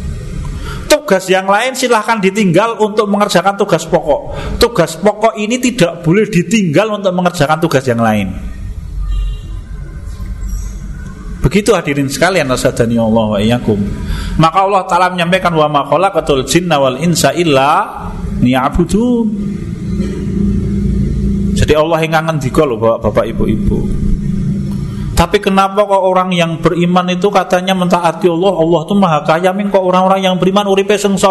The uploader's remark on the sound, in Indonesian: Di Masjid At Tahkim rutin pada hari Jumat selepas sholat magrib sampai dengan isya. Diselenggarakan oleh FKAM Yogyakarta.